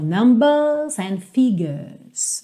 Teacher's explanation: Se eu tenho ali o sotaque mais britânico, eu não vou enrolar o R.